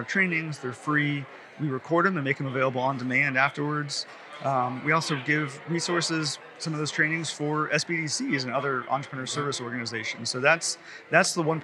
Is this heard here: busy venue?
yes